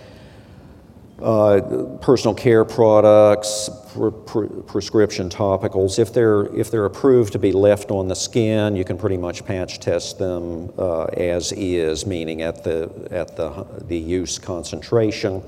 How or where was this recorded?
large echoing room